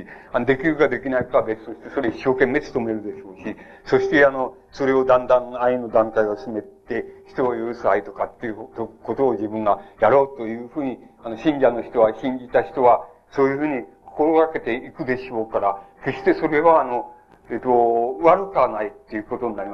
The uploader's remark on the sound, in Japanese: 主催：京都精華大学 学生部 場所：京都精華大学。場所は京都精華大学大教室。一般の人にも開放され、 他学生の参加も多かった。音源はVHSテープから 音声データを抜き出したもの。